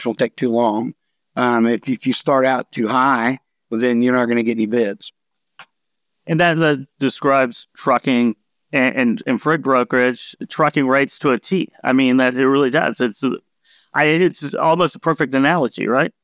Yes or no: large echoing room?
no